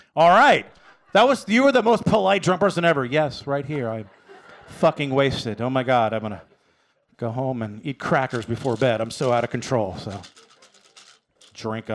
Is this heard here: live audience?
yes